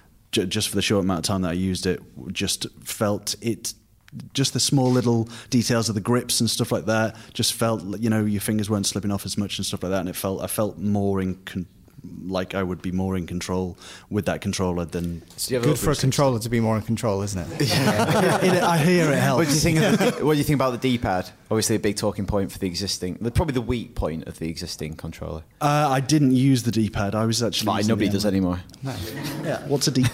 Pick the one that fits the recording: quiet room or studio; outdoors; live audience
live audience